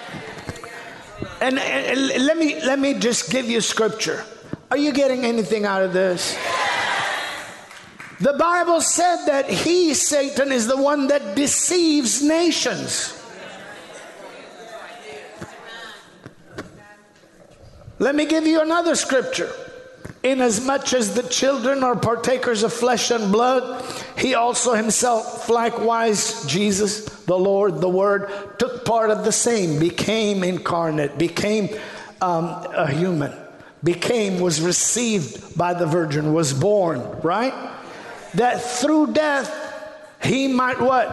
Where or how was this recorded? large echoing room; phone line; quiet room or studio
large echoing room